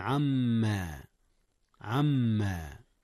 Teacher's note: أدغم النون في الميم إدغاما بغنة